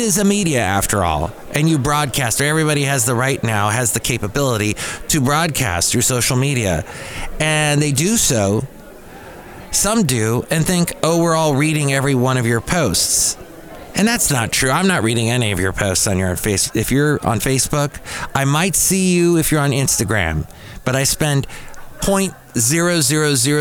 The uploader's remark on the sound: Podcasts live from Café Anyway.